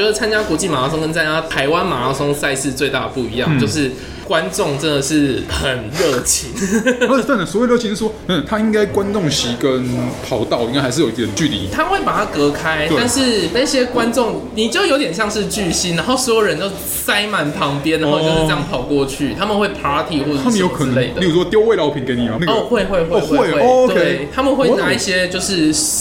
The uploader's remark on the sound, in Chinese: 本集白噪音指數：蚊風級 1/5。錄音地點： 齊客咖啡 The Gathering Cafe。